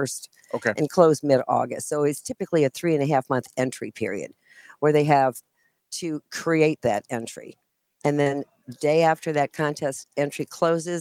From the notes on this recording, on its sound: we broadcasted live from the National Corn Growers Association booth at Commodity Classic in Houston, TX!